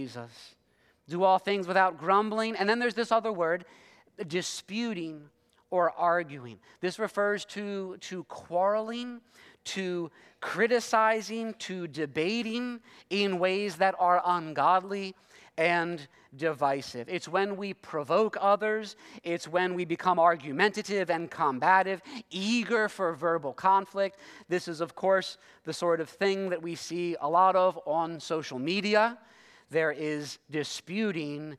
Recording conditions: large echoing room